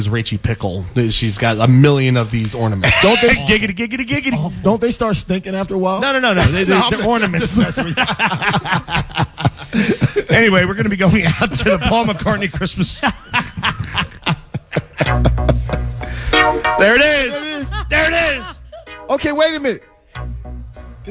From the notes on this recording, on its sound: Green Legion Radio Pregame Show LIVE on Christmas Eve from The Winston!! Broadcast LIVE from The Winston.